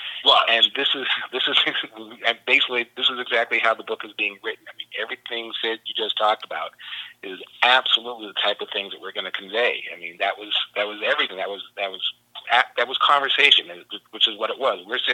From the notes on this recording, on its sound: A 3 part phone call.